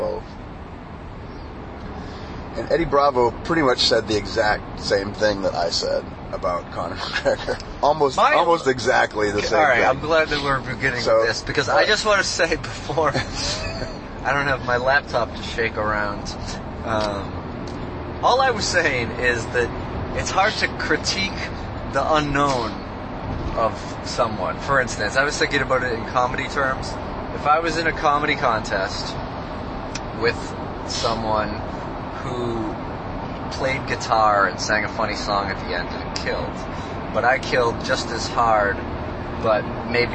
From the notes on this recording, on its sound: The carcast.